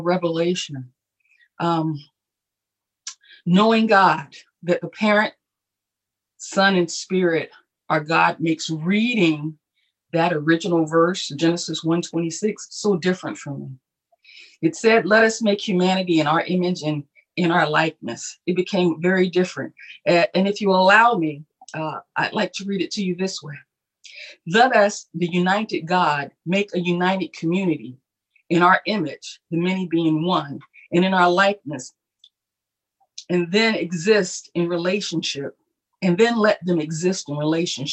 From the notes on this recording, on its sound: Our Zoom streamed Sunday Service!